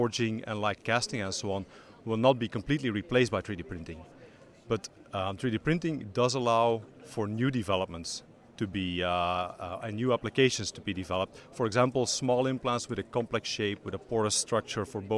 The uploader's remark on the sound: Recorded during the Manufacturing Leaders Summit in Liverpool 2017